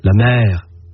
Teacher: La voyelle peut s'allonger. La mère. À certains endroits, on ferme la voyelle.